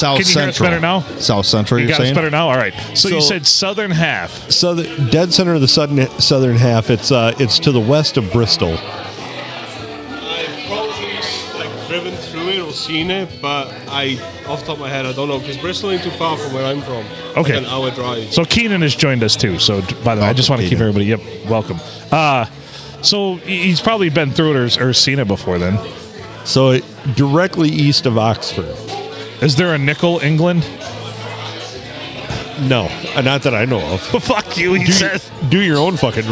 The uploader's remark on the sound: Recorded at the Silver Tavern Deckerville (The Olde STD) on a Friday night.